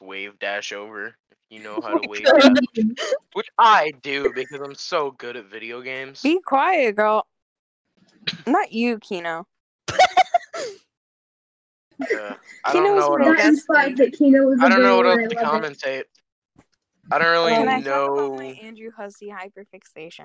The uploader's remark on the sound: Yes, the audio is shit. That, and we had to redo this sixteen times because the recording bot kept disconnecting itself halfway through the session.